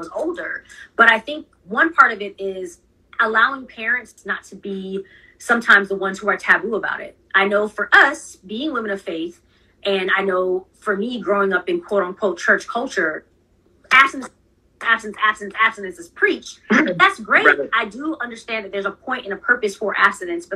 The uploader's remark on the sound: IG Live Interview